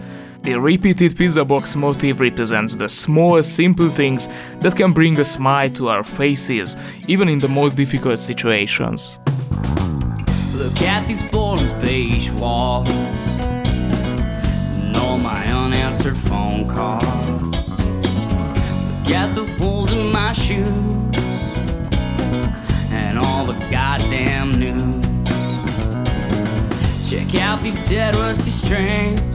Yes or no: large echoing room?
no